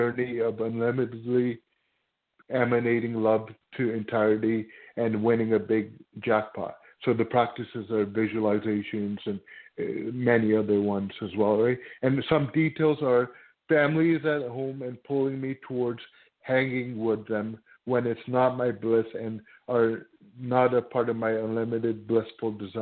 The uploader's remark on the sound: in response to callers' questions